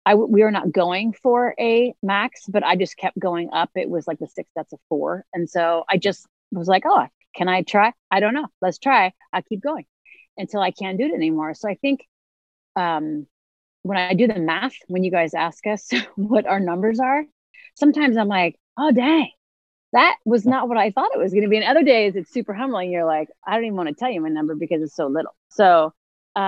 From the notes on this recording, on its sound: Disclaimer: interview was conducted via zoom and audio quality is not our normal quality.